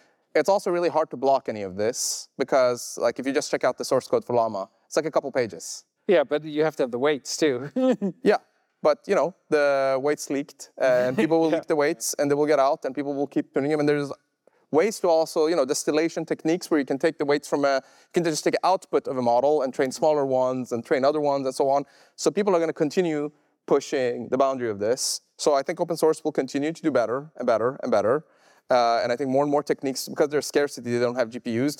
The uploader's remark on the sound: recorded August 2023 at a live event in San Francisco.